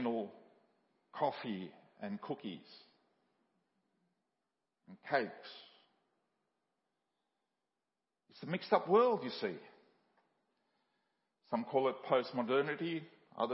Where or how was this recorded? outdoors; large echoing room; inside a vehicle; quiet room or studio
large echoing room